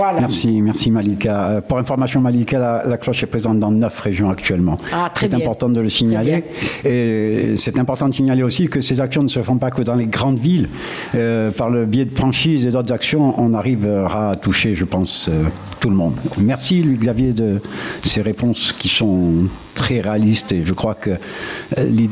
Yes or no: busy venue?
yes